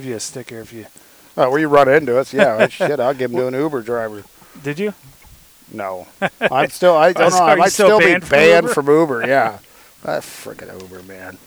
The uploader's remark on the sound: Recording on location at the Oroville shooting range.